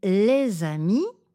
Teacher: j'ajoute un son « z » pour faire la liaison, un son qui n'est pas présent quand je dis le mot « les » tout seul